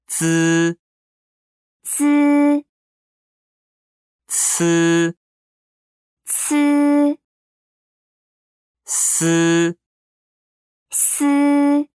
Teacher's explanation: 혀를 윗니 뒷면에 붙였다 떼거나 가까이 대고 발음합니다.